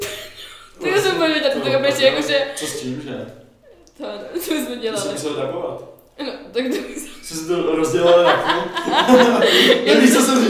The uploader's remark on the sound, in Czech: Také se kapku chci omluvit za zvuk ještě jednou. Příště to vylepším a kvalita zvuku bude o kapku lepší, to mi věřte! Furt se jen s mikrofonem učím, tak na to myslete.